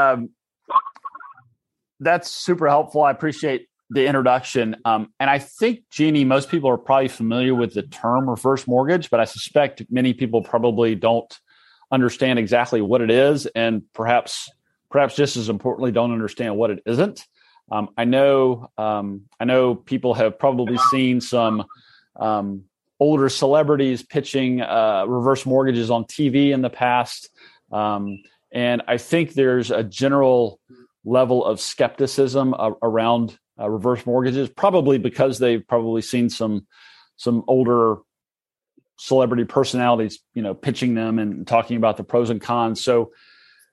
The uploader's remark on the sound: Reverse Mortgage webinar recording.